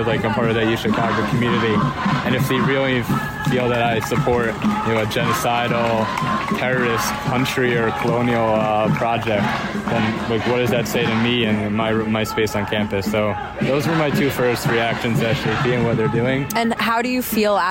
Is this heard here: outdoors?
yes